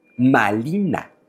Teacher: ahí donde los españoles dicen Marina, los hablantes del náhuatl dicen Malina.